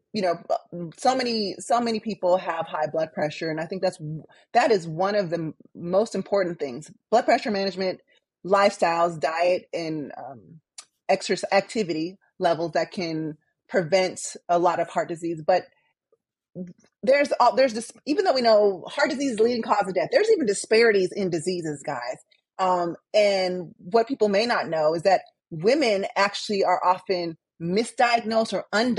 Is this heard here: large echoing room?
no